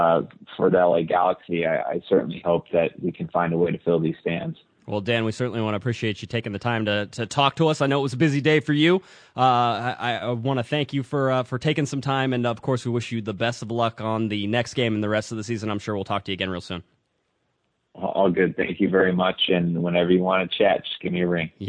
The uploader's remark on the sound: Your calls are the reason this show is so great and we're glad we could get so many of you on the phone.